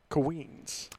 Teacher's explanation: If you're from Queens, you pronounce Queens with two syllables.